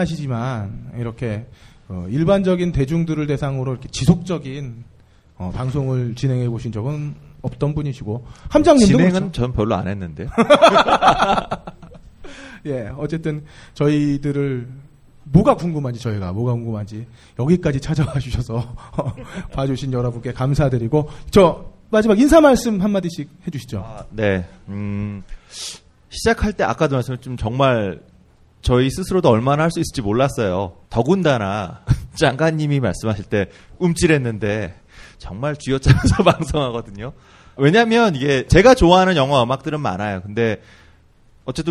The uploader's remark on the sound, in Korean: 영진공 1주년 기념 공개방송